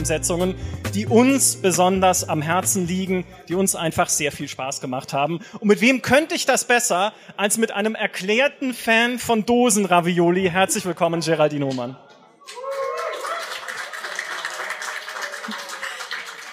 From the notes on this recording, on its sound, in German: Einen Live-Podcast mit unserer liebsten Podcast-Community. Auf der Bühne standen.